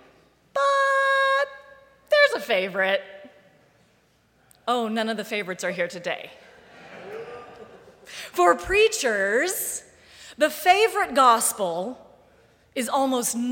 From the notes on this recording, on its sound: Live Streamed from the sanctuary of Mayflower Congregational UCC Church in Oklahaoma City.